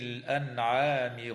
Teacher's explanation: تظهر النون الساكنة عند العين في كلمة الأنعام